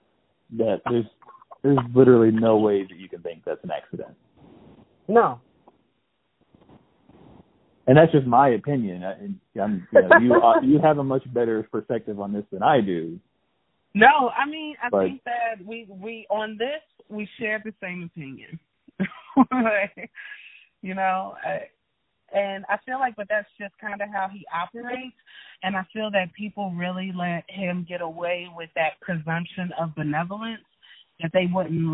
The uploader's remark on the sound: talk via telephone